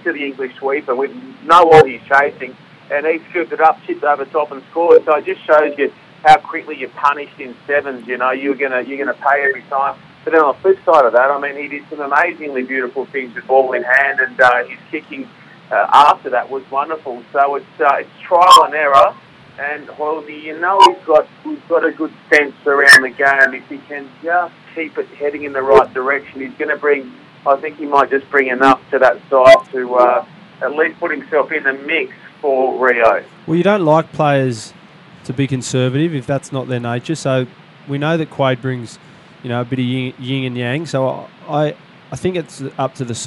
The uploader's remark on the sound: dials in from Vancouver